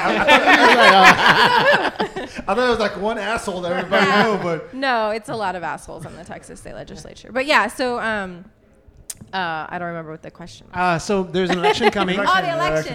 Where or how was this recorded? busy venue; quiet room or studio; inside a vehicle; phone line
busy venue